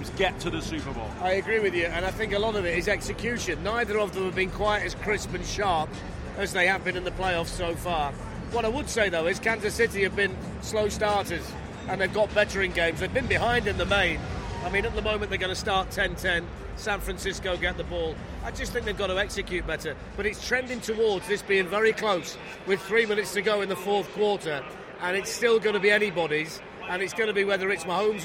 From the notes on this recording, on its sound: Recorded in 4 parts during the Super Bowl between the Kansas City Chiefs & San Francisco 49ers in Miami at the Hard Rock Stadium.